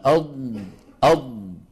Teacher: الرخاوة جريان الصوت، قولنا أضم أضم ممطوطة قليلا هذه رخاوة · استمرار الصوت وعدم انقطاعه هذا مو استطالة، هذا رخاوة